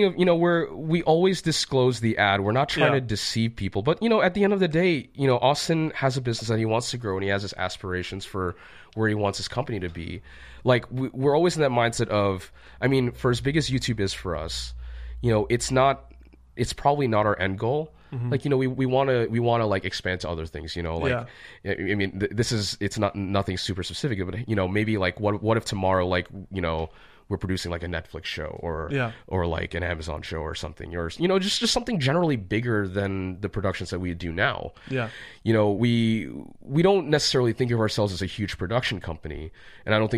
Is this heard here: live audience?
no